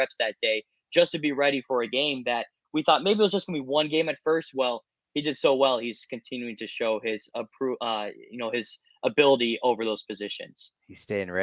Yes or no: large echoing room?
no